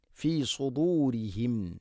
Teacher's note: സ്വാദ് ഹെവിയായിട്ട് ഉച്ചരിക്കേണ്ട അക്ഷരമാണ്, ഇസ്തിഇലാന്റെ അക്ഷരമാണ്. നാവിൻ്റെ മധ്യഭാഗം അണ്ണാക്കിലേക്ക് ഉയർന്ന് ഉച്ചരിക്കണം